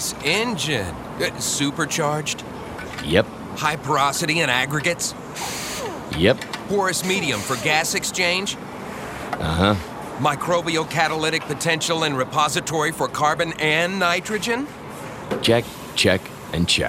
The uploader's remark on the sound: broadcasting from the convention center floor in Houston with our friends from National Corn Growers Association